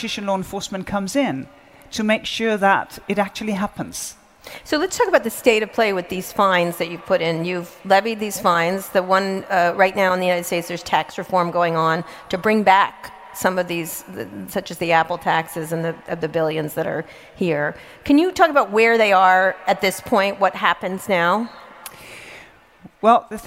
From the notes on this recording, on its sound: in front of a live audience at Web Summit 2017 in Lisbon, Portugal